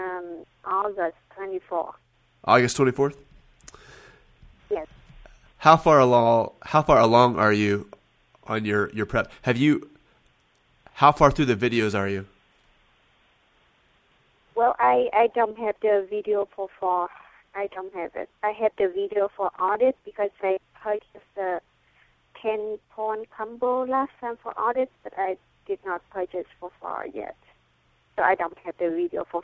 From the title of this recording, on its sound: Live Calls from CPA Candidates